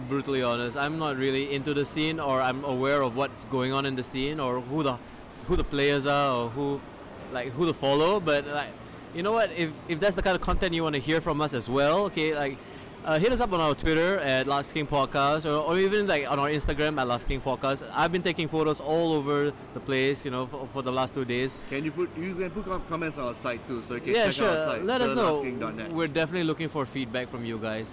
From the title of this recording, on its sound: Live at STGCC 2016